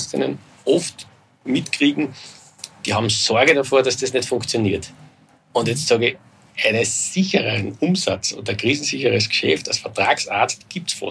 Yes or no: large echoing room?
no